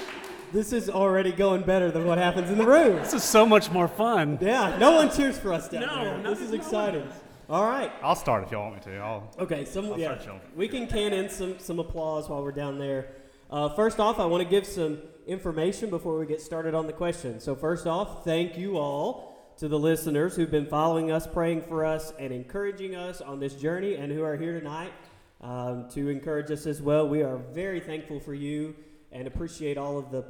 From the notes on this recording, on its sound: in front of a live audience